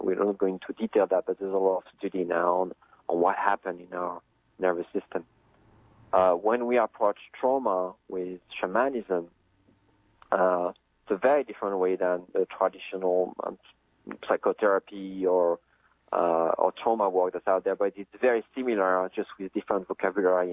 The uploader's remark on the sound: We converse by telephone.